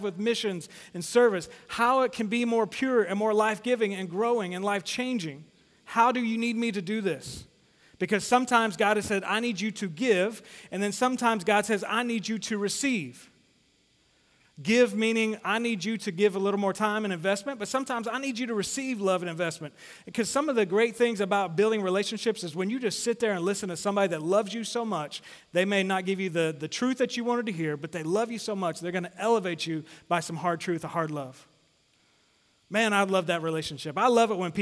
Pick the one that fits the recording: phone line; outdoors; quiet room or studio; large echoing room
large echoing room